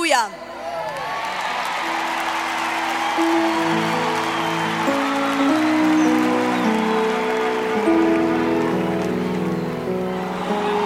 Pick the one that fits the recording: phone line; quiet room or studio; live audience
live audience